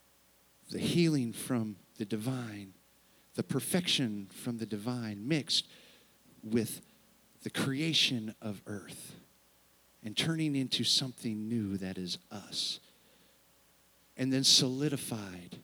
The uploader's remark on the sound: Sunday service, unedited recording